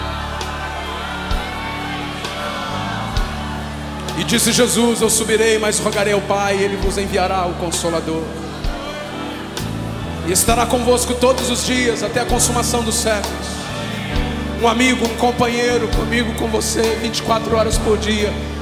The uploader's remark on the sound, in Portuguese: Gravado ao vivo no Centro de Convenções MinasCentro.